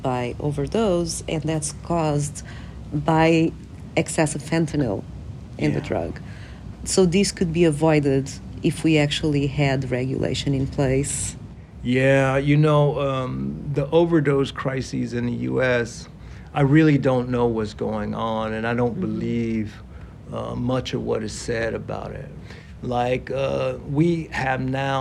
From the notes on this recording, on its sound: Recorded on-site at the convention. At the 2023 APS Annual Convention.